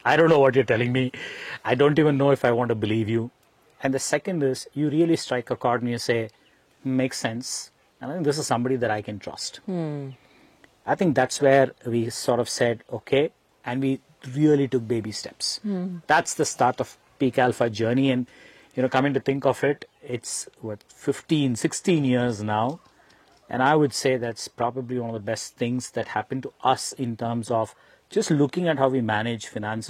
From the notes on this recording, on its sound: Shot on location at Hutridurga, a trekking destination near Bengaluru.